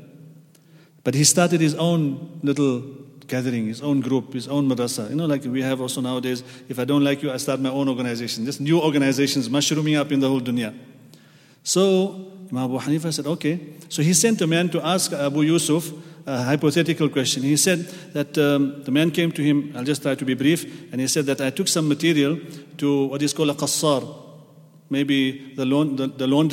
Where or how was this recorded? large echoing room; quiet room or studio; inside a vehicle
large echoing room